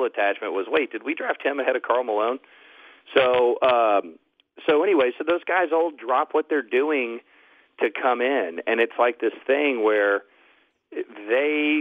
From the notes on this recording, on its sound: Called in live from San Antonio.